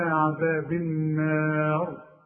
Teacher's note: الأول أب طاء تضطره إلى، عندك المادة علشان بعد الهمزة، إلى عذاب، إذا وقفت القلقلة عند الباء عذاب النار، ما تقولش النار، ما تقولش يا أيها النار، إلى عذاب النار. الراء عند الوقف هنفخمها، هي مكسورة لكن تفخم عند الوقف